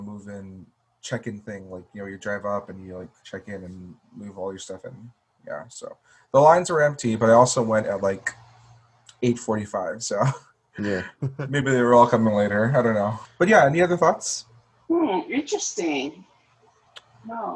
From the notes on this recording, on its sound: via zoom